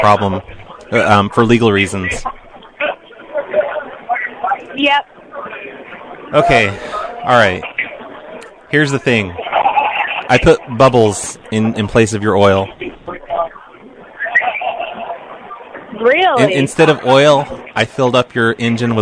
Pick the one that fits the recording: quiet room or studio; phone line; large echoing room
phone line